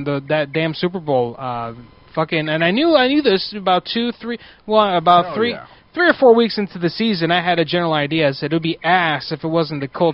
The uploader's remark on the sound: Prank Phone Calls Collection